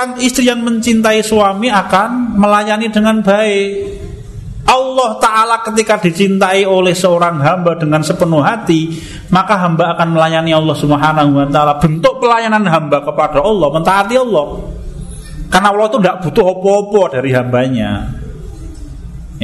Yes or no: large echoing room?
yes